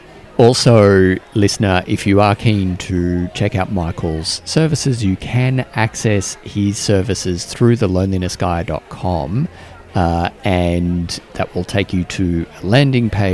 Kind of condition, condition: setting, busy venue